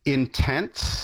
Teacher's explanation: what happened was the second T sound disappeared · Term: sound change